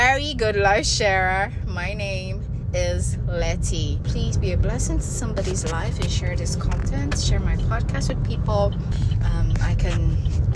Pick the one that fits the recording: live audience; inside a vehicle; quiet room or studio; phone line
inside a vehicle